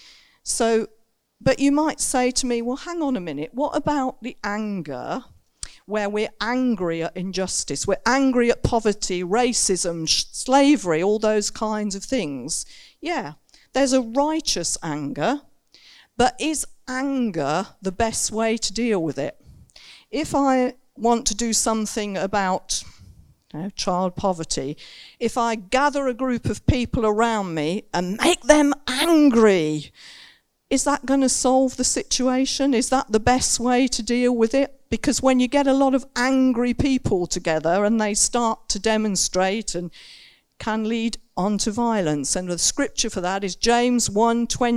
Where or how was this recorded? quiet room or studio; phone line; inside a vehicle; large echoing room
large echoing room